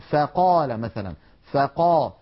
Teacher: والفاء ليست من الحروف المستعلية بل هي مستفلة، فلا تفخم أبدا. لا نقول فا بل نقول فا، العرب لا تقول فا بل يرققون ويقولون فقال مثلا، فقا، لابد من ترقيق صوت الفاء.